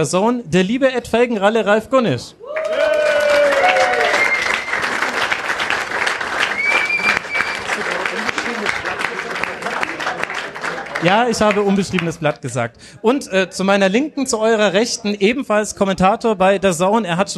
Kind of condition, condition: setting, live audience